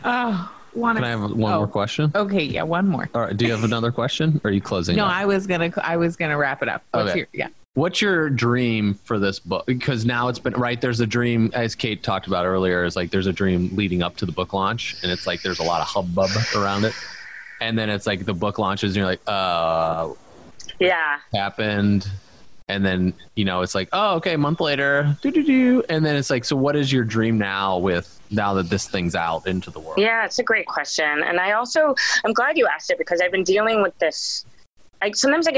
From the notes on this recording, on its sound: when we ended the Zoom call